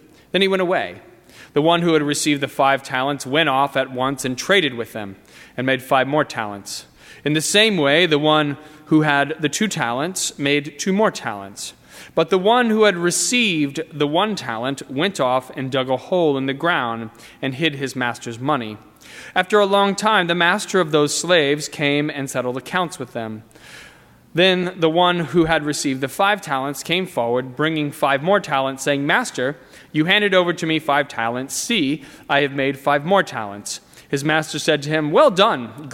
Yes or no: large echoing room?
yes